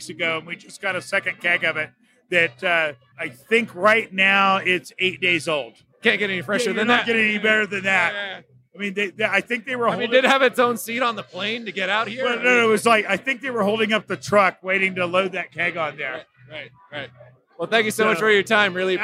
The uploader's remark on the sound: Recorded on location at Great American Beer Festival - Denver, CO